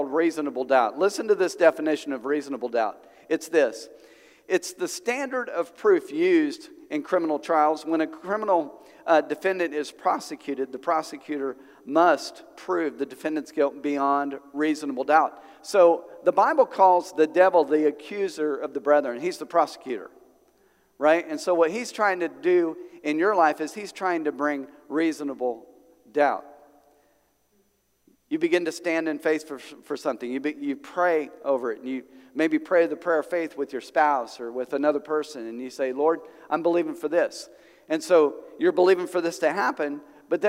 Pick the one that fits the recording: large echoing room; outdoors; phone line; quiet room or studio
large echoing room